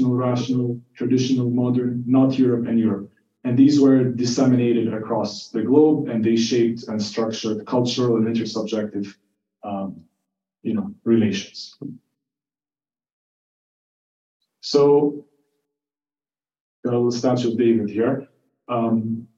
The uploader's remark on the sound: This talk is the first in a three part lecture series given to third-year psychiatry residents at the University of New Mexico